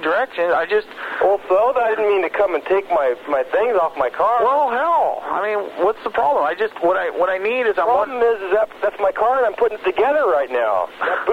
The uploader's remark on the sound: …'s Personal Prank Phone Calls Collection.